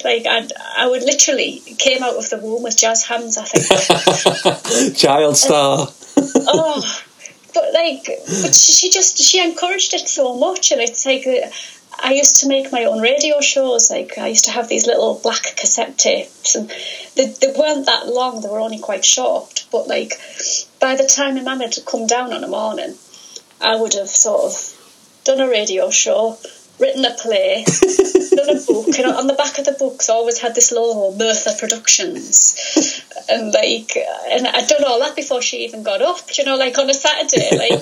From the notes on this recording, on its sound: This interview was recorded via Skype